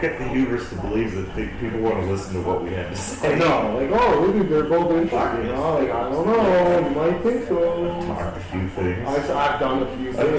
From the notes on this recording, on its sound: We will get better mics i swear.